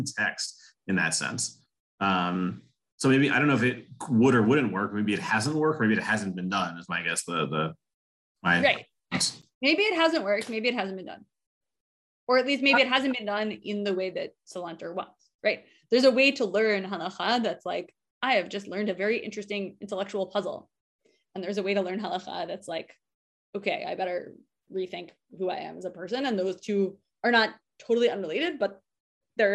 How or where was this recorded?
video call